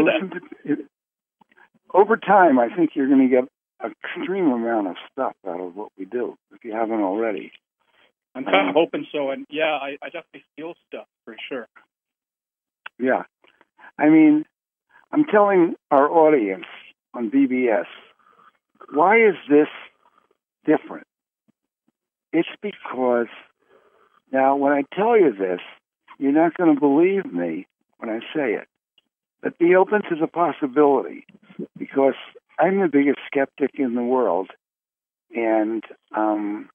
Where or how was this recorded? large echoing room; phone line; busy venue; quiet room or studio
phone line